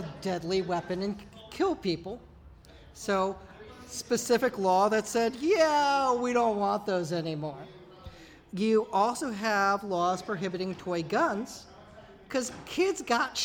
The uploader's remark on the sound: Recorded live at Fan Expo San Francisco! FanX San Francisco.